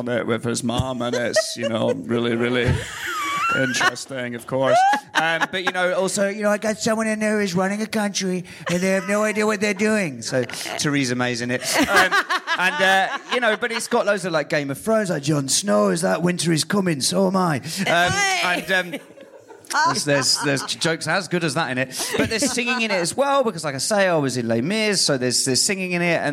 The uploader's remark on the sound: live at The Phenic Arts Club in London.